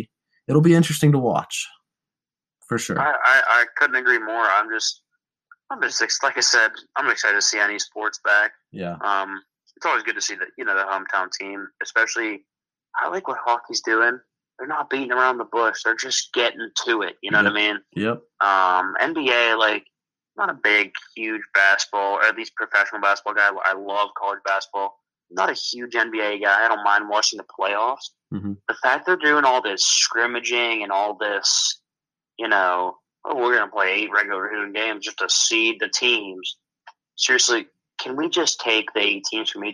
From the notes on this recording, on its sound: on the phone